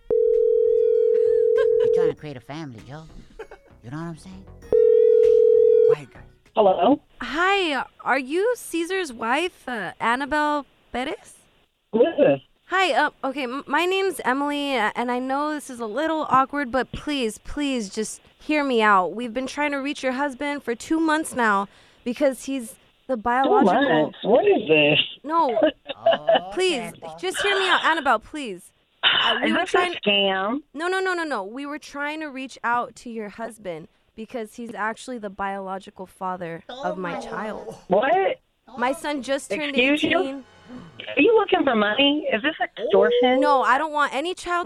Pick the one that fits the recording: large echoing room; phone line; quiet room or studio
phone line